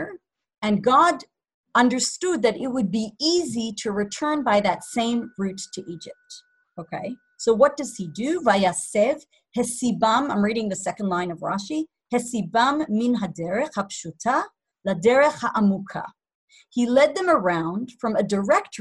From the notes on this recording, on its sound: Zoom Class